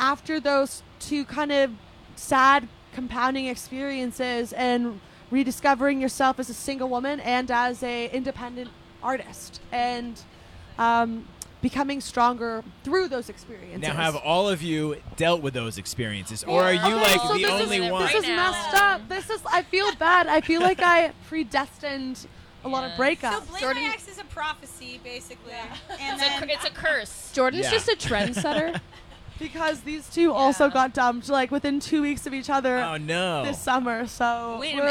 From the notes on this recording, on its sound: The Mix is live backstage at Lollapalooza 2023! The band stopped by The Mix tent backstage at Lolla.